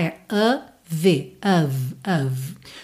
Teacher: Of, que se escreve OF, mas o som é a, não é o som do O